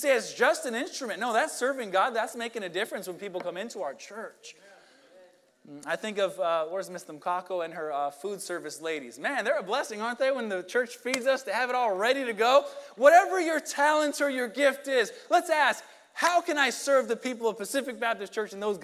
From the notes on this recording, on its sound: Sunday Morning Service